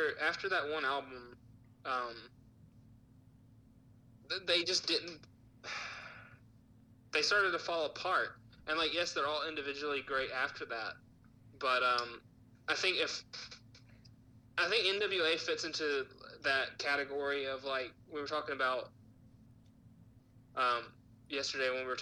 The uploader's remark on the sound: With the COVID-19 situation, we are continuing to distance ourselves and doing this via Facetime. We would like to apologize for the not so perfect audio still.